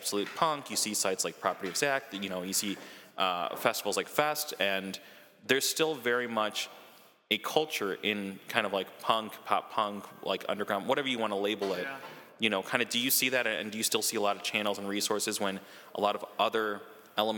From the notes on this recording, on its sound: at Gingerman Tavern in Wrigleyville